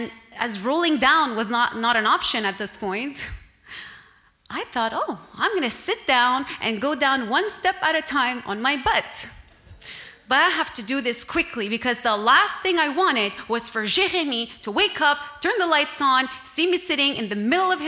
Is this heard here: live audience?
yes